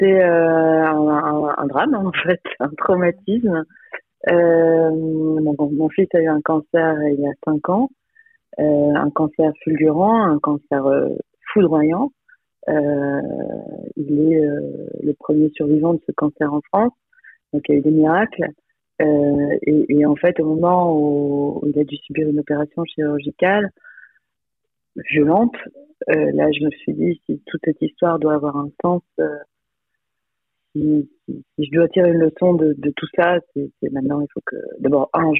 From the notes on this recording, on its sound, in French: C’est par téléphone, qu’elle nous partage son expérience et ses enseignements.